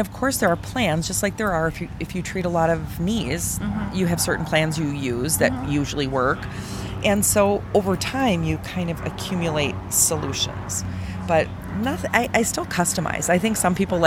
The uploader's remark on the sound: LIVE from the Annual Private Practice Section Meeting in Orlando, Florida. I am coming to you live from the private practice annual private practice section annual meeting in Orlando, Florida. We're sitting outside.